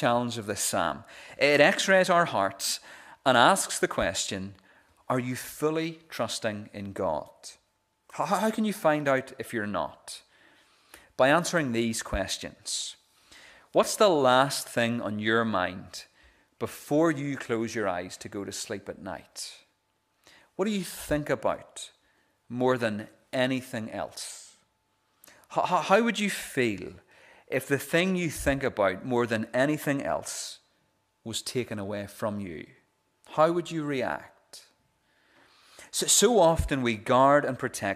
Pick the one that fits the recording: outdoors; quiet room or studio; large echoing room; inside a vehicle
large echoing room